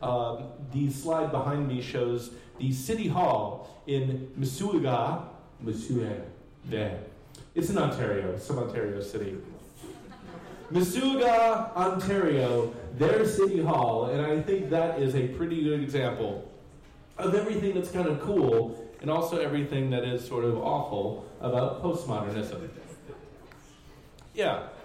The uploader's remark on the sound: Live at the Jack London Bar. Stumptown Stories meets on the second Tuesday of every month at downtown Portland’s Jack London Bar.